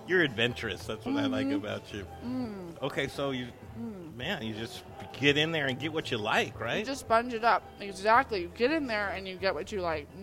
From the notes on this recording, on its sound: Live from Nurture, A Wellcare Marketplace!